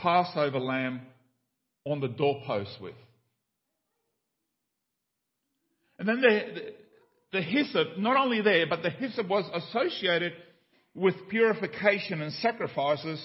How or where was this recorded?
large echoing room